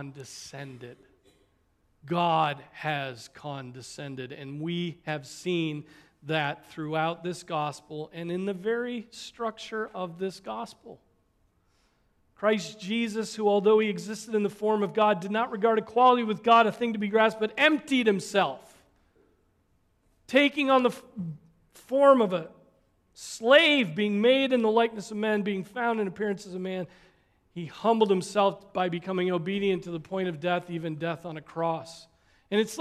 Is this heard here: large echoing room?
yes